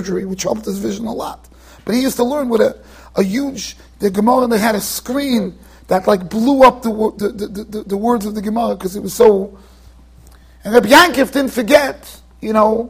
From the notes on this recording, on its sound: Shiur recorded in Yeshivas Ohr Reuven, Monsey NY.